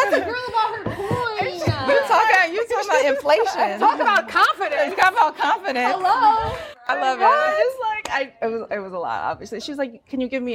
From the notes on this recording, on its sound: Coming to you live from the Perez Art Museum Miami during #MiamiArtWeek. For a mini episode in front of a live episode.